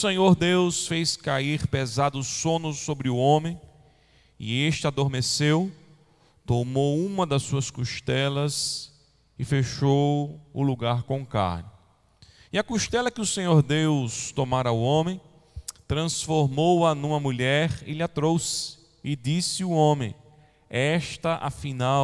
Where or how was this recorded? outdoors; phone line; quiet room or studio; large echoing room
large echoing room